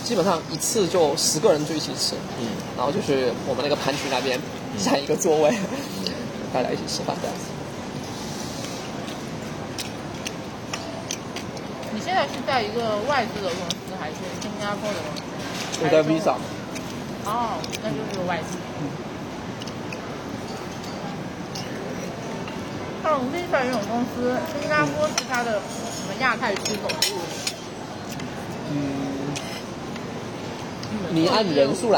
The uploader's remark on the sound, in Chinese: 随性地在新加坡路边漫谈。于是三人一同在当地一家娘惹菜餐厅以闲聊为主题，匆忙录制了本期番外篇节目。